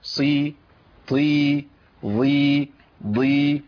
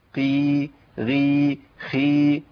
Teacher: حروف الاطباق الاربعه اللي هما صاد ضاد طاء ظاء، الاربع حروف دول لما يكسروا بيبقوا فيهم قوه لسه · Shown in: first take